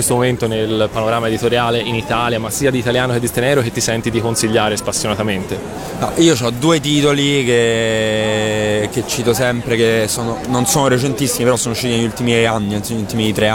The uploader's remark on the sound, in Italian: Da Lucca Comics & Games 2012 la nostra intervista all’artista più deisderato della manifestazione